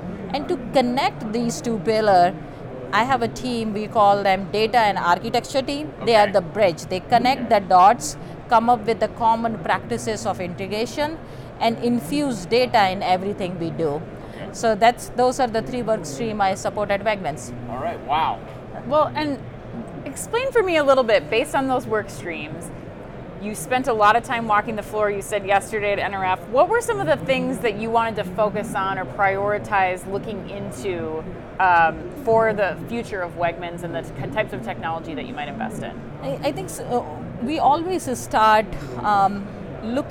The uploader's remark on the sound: Live From NRF 2024